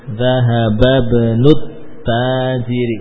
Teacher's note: Jadi nyambung langsung tiga kata ini tidak putus. Zahabab nut tajiri begitu.